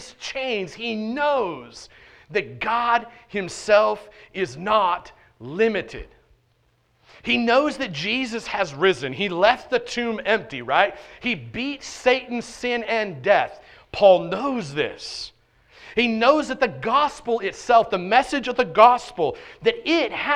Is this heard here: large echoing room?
yes